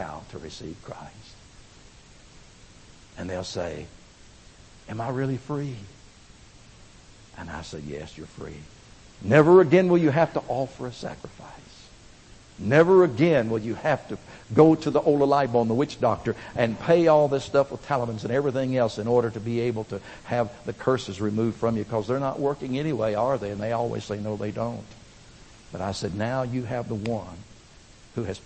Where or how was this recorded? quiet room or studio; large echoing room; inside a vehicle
large echoing room